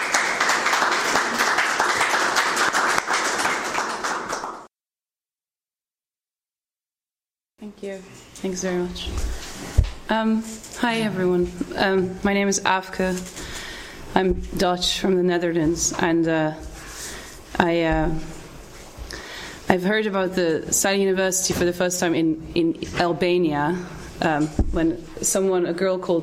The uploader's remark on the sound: Two presentations and the first panel discussion of the Silent University event which took place at the Oxford Department of International Development on 20 May 2014.